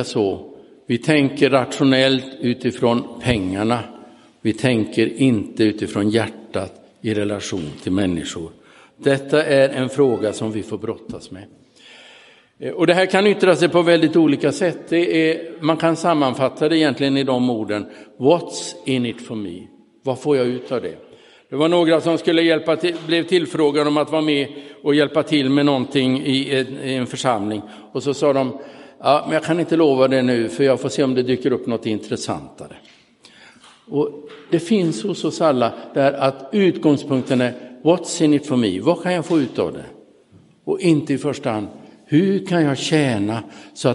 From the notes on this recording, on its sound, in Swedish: Inspelad i Roseniuskyrkan den 30 oktober 2022.